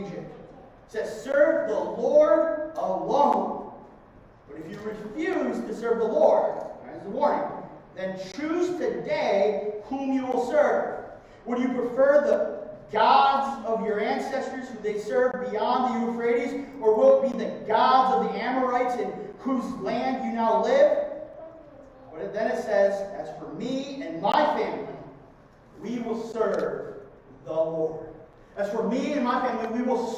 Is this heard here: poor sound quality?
yes